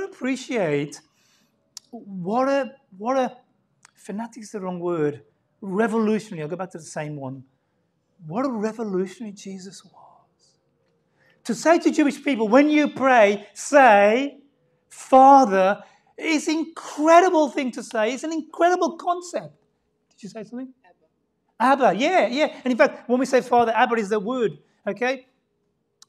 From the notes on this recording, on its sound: Sunday Service 10:40am LIVE STREAM